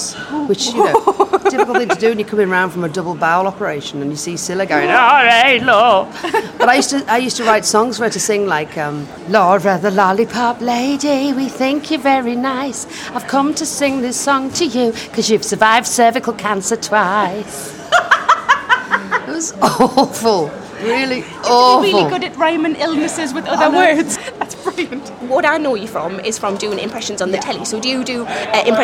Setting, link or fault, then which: setting, live audience